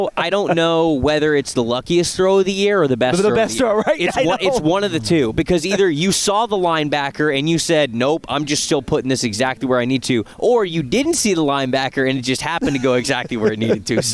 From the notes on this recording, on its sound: Live from the NFL Combine.